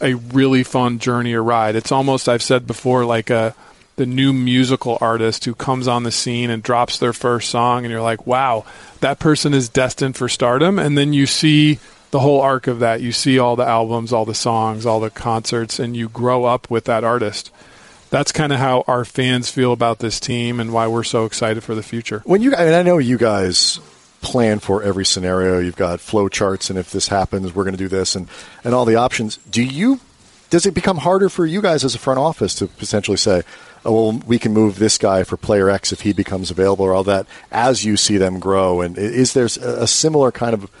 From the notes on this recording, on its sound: Live from the UCLA Health Training Center as the Lakers wrap up the 2018 NBA Draft.